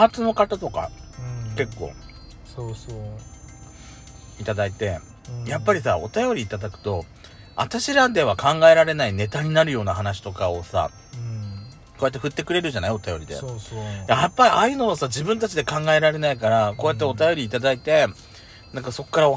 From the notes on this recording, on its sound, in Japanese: パーキング収録。